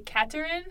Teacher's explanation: She does not do the TH sound.